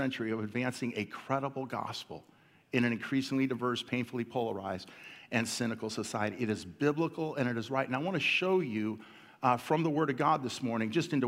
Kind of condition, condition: setting, large echoing room